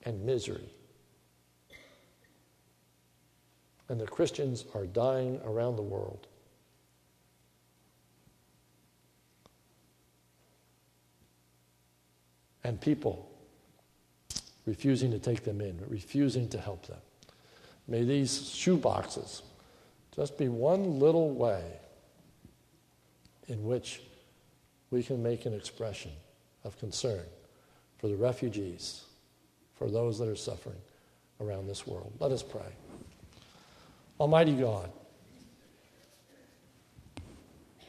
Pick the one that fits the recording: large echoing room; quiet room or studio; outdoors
large echoing room